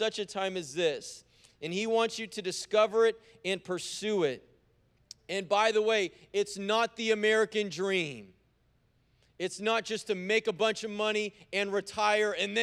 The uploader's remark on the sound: preached on January 30th at the 11:30AM service